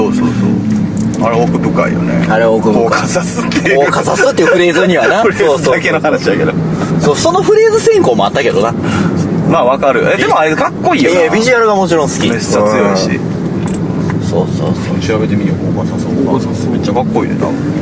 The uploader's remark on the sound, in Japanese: 車中で三人、録音機器の代わりに「ながらツイキャス」収録です。